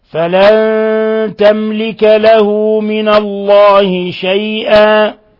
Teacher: ميم ساكنة جاء بعدها اللام، تملك في نفس الكلمة إظهار شفوي